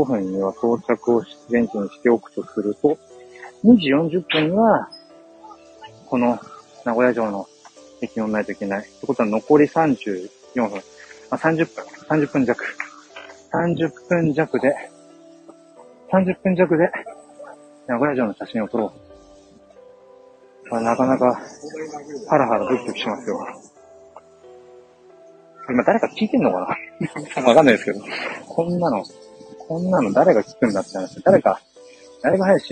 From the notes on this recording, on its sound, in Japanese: Live 人生初の名古屋城へ向かいながら。